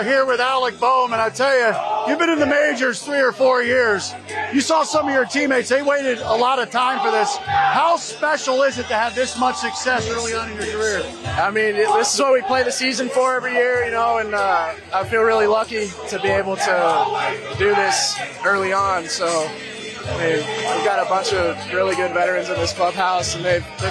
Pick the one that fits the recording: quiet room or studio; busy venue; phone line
busy venue